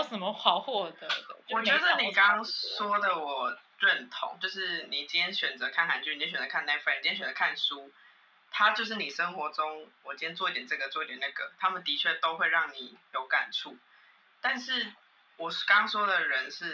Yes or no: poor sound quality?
yes